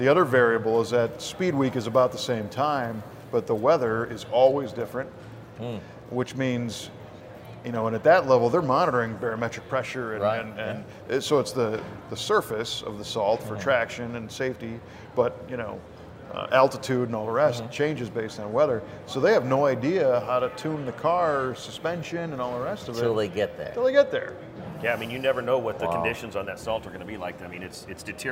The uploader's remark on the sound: V8 Radio: Live.. Well, Recorded Live, Anyway, From The 2018 PRI Show in Indianapolis!